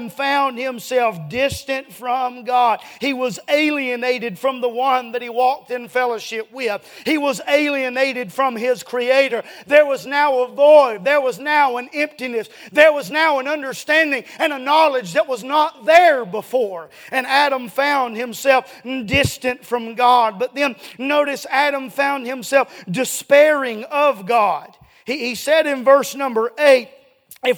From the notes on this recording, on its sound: A sermon preached Wednesday Evening